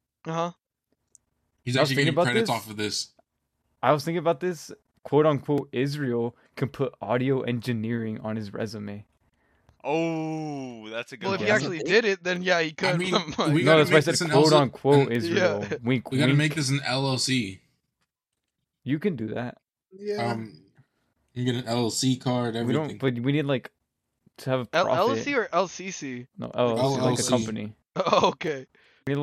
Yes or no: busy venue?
no